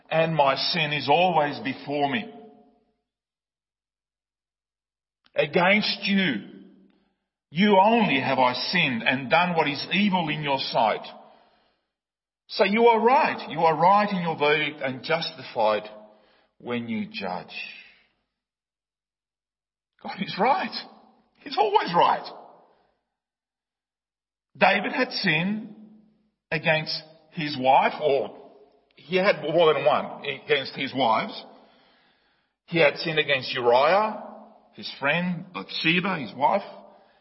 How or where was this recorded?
large echoing room